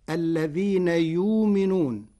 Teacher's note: قرأ ورش كلمة يؤمنون بإبدال الهمزة واوا ساكنة فتصير الذين يؤمنون.